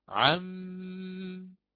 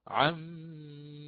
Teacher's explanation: وآتي بتشديد الميم مع غنتها · Shown in: first take